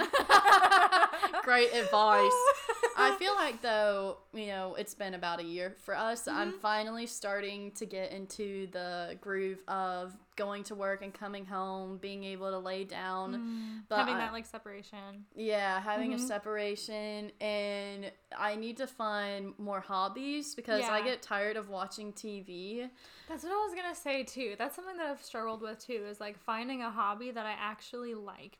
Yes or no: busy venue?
no